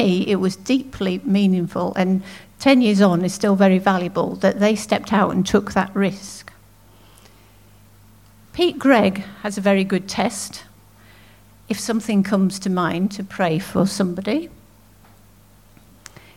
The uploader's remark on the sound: At King's Church, Cockermouth, as an audio file.